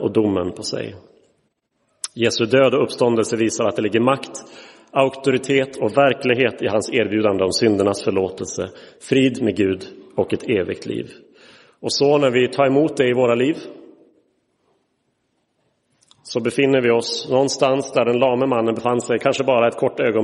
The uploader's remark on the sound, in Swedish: Inspelad i Roseniuskyrkan den 15 oktober 2023.